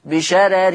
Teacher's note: الراء الأولى والثانية مرققة وصلا ووقفا